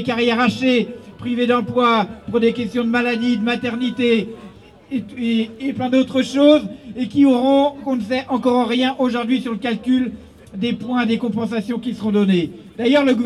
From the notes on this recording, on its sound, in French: Interviews enregistrées à Nantes le 14 janvier 2019 lors de la manifestation contre le projet de réforme des retraites…